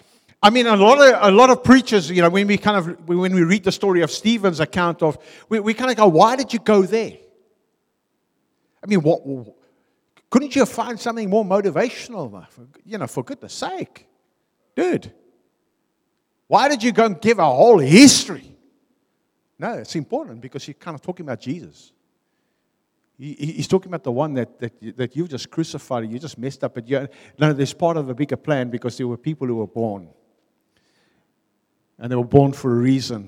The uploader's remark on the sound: Venue : a|City Church , Harfield , Cape Town